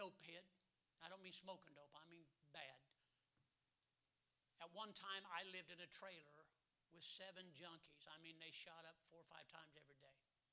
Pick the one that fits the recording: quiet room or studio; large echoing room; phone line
large echoing room